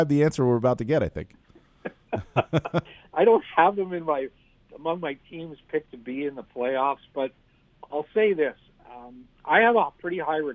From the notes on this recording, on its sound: hops on the phone